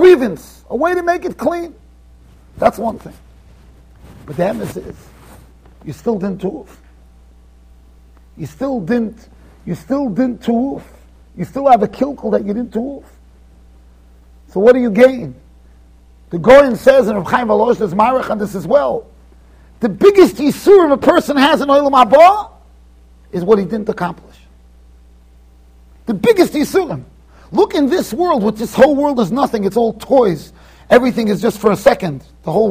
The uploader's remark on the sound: Shiur recorded in Yeshivas Ohr Reuven, Monsey NY.